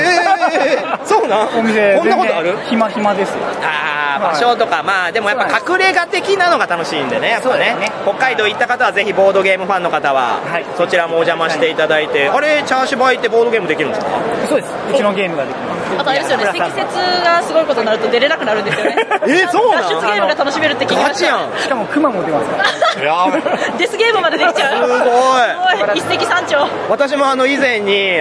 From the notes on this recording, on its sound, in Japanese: ゲームマーケット2023秋！会場インタビュースペシャル。今回は毎度のゲムマ会場収録より少なめの20音源。会場収録のため、騒音雑音が激しく入っております。